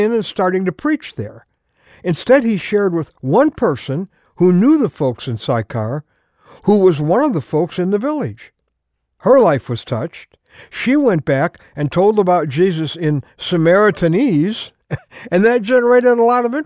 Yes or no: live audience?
no